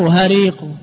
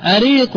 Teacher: وأما ألا قيل هذه الهمزة منقلبة عن الهاء، أصلها هلا فقلبت الهاء همزة، وهذا سائغ موجود في لغة العرب، الهاء تنقلب إلى الهمزة والهمزة تنقلب هاء